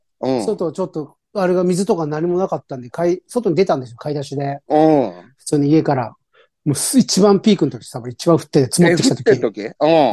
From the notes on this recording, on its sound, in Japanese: ZOOMで収録。